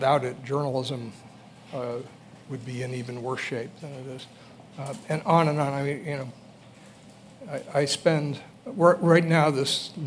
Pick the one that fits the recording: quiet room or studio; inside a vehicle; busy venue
busy venue